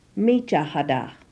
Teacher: In the phrase near me, miye ichahada, the ye is omitted and we hear michahada. · Term: euphony